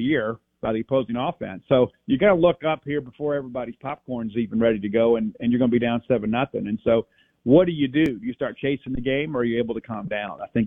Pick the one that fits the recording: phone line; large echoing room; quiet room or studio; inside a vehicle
phone line